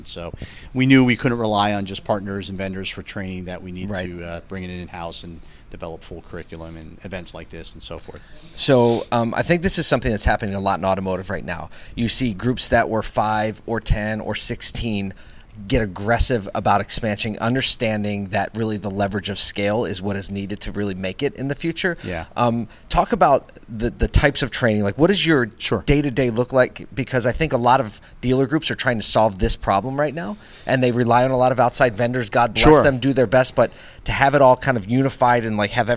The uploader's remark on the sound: ASOTU was on the ground during the Ciocca Dealerships Flemington and Southern Region Fixed Ops Celebration Dinner in December 2022.